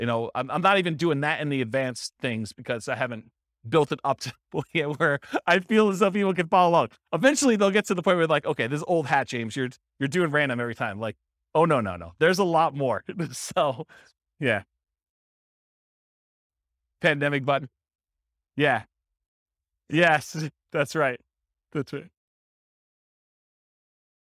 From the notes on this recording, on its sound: This was a live class recorded